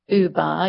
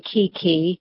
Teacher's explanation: Researchers are wondering whether it might have something to do with the shape of your mouth when you make certain sounds. So when you say Buba, your mouth is making more rounded shapes, whereas when you say Kiki, the mouth is not making round shapes